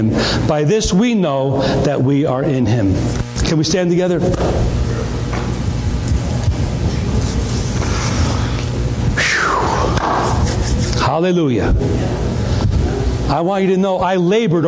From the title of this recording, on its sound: Sunday Morning Service